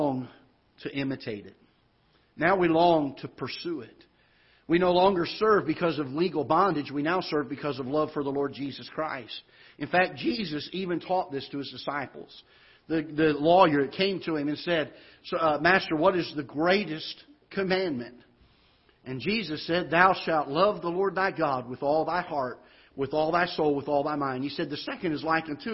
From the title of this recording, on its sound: Ketha Heights Baptist Church ~ Live Broadcast